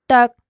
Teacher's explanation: The word is spelled D-O-E-K, but that final K is pronounced slightly differently than a regular K would be. This is called a glottal stop.